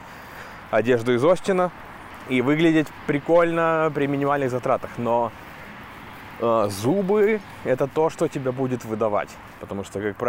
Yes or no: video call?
no